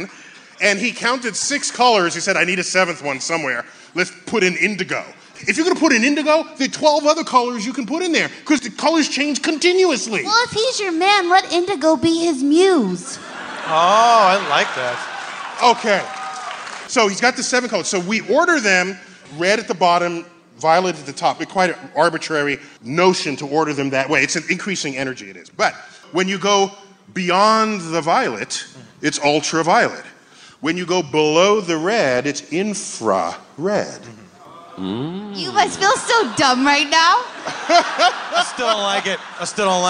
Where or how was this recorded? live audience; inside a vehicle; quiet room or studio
live audience